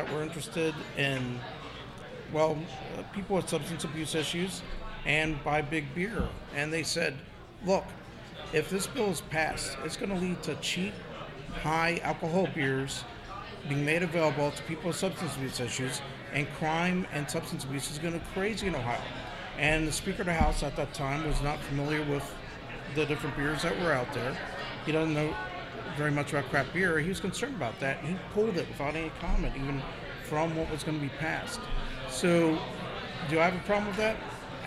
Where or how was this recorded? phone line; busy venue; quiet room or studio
busy venue